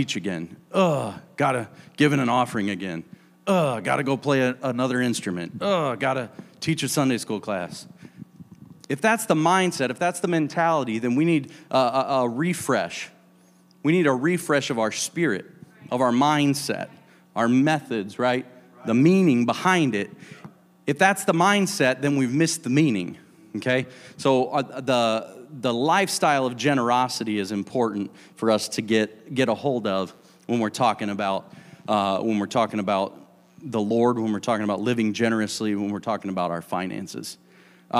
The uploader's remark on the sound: a service recording from Connect Point UPC